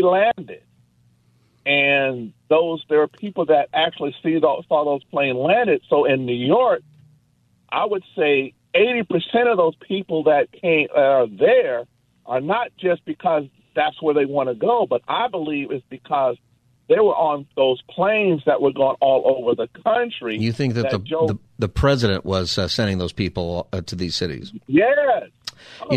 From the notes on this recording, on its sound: Open phone Friday taking calls on any topic.